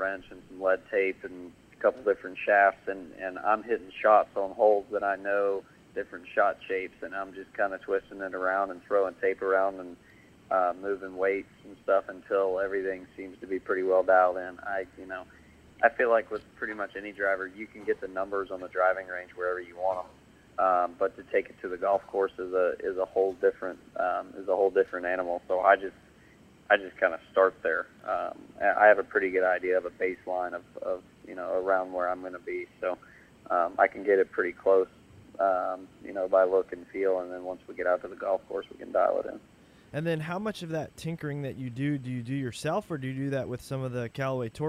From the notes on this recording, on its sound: called into the show